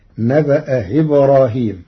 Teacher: قرأ ورش كلمتي نبأ إبراهيم بتسهيل الهمزة الثانية بين بين فتصير نبأ إبراهيم.